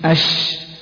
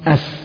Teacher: وأما صفات السين هي الهمس والرخاء والاستفال والانفتاح والإصمات وفيها الصفير، إذن اتفقوا في خمس صفات واختلف فقط في التفشي والصفير